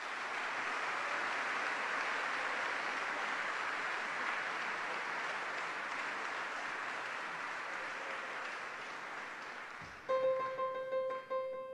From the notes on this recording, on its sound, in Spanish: Transmisión del TangoBA Festival y Mundial desde Usina del Arte.